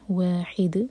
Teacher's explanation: دال پر رکیں گے تو دال پر قلقلہ کیا جائے گا